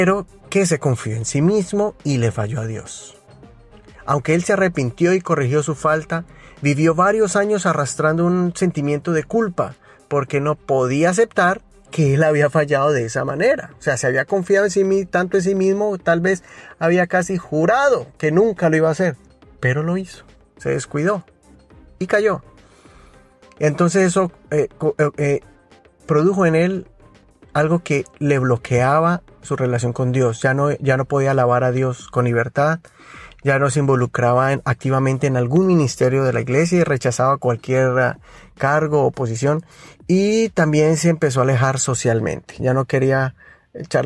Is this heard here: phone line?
no